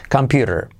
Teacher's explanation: O puedes decir computer, pero la T casi nadie la hace. La hace como R suave todo el mundo.